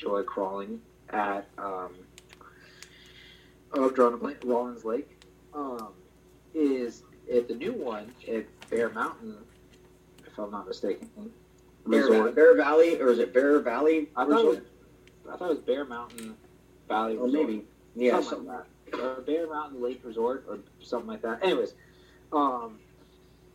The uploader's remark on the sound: We apologize for the audio quality, as we are still getting things ironed out for guests.